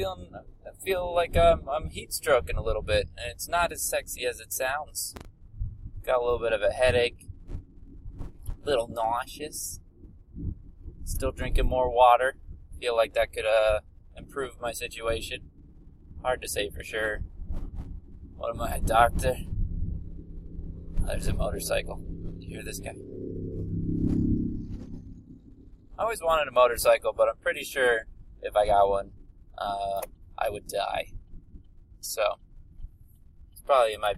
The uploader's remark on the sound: The audio quality is not quite where i want it to be just yet, but im getting there.